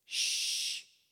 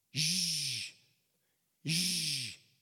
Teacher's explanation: some of the sounds go from unvoiced sounds, sounds that don't use the larynx, the voice box, to voiced sounds, sounds that do use the larynx, the voice box. For example, an SH sound is unvoiced or voiceless.